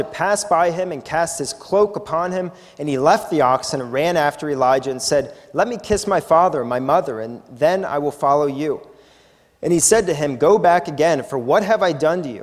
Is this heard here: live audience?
yes